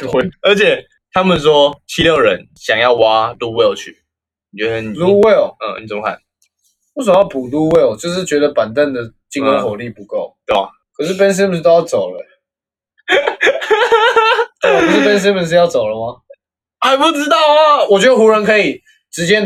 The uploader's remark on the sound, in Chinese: 這集應技術上有點問題，在音質上面會有一點的小瑕疵，敬請見諒